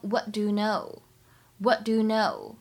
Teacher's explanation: what 和 do 碰到一起的时候呢，有一个完全失去爆破